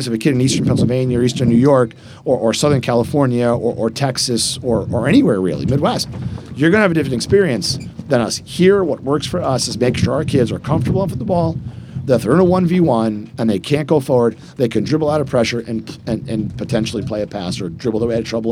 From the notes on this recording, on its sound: Live at the Eastern Shore Premier Cup